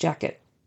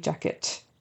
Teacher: they're not as aspirated. You don't hear the air come out as much for jacket. · Shown in: first take